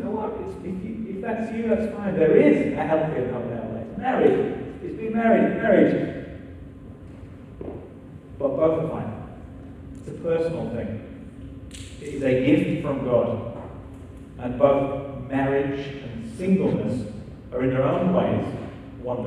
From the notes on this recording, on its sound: still with sound issues for the recording